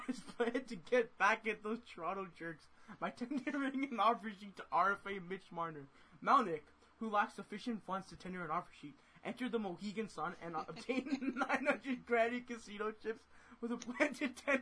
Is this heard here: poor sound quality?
yes